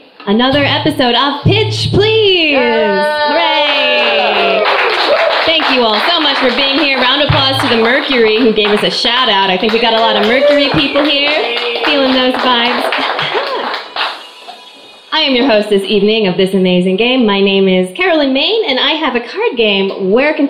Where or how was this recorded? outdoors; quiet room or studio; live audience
live audience